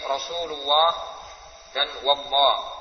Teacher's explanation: lam yang dibaca tebal pada lafaz jalalah yang didahului oleh fathah atau dhammah seperti rasulullah dan wallah.